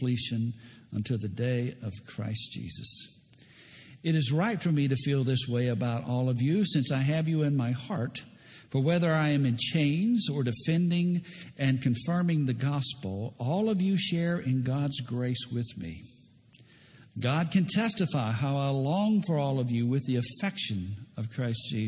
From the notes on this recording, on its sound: preached at Lake Oconee Presbyterian Church.